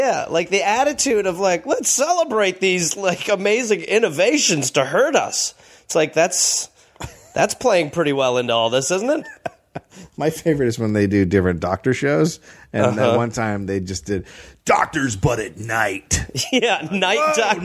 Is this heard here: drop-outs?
no